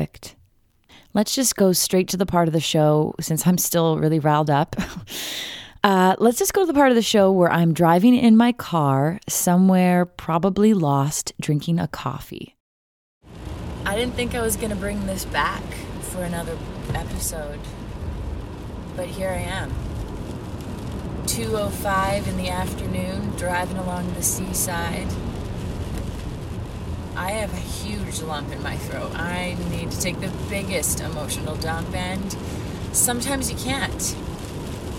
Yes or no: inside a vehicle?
yes